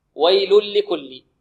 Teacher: التنوين أدغم في اللام إدغاما بغير غنة